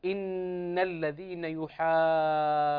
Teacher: إن هذه نون مشددة تغن بمقدار حركتين، فمن يريد أن يتقن هذا الحكم التجويدي يغنه بمقدار حركتين اثنتين.